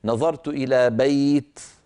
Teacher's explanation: كذلك الأمر بالنسبة إلى الجر، نظرت إلى بيت جميل، إلى بيت جميل، فإن وقفت قلت نظرت إلى بيت فحذفت التنوين وقفا ولم أعوض عنه بشيء